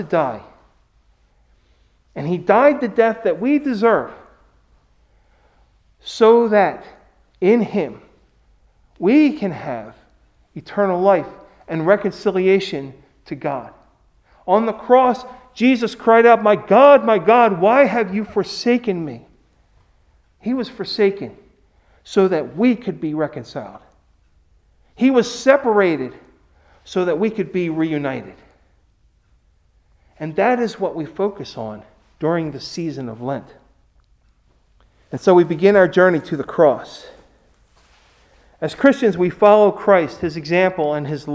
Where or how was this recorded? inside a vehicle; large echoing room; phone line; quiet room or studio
large echoing room